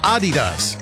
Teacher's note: It's actually supposed to be Adidas, with a slight emphasis on the first syllable, not like I first pronounced it.